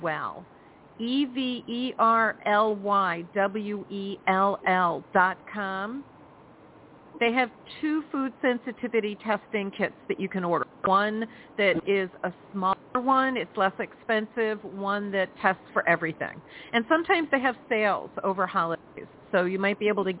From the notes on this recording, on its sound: in response to callers' questions.